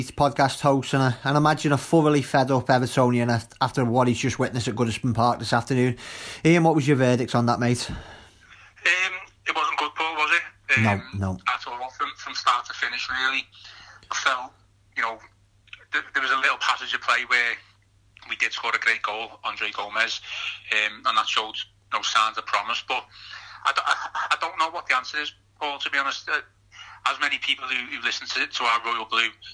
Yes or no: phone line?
yes